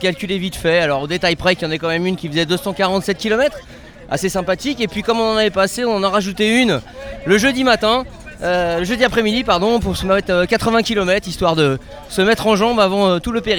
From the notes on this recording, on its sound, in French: En direct du Green Cycling Tour.